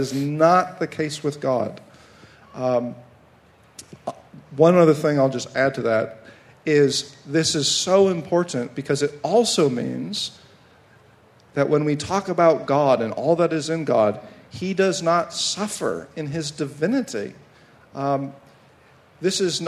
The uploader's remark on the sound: a live Q&A session